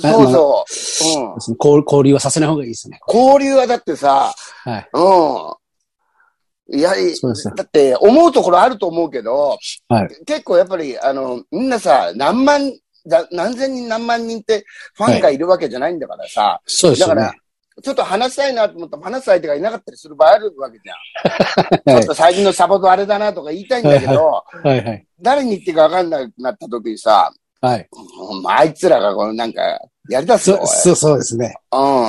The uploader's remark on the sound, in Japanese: ZOOMで収録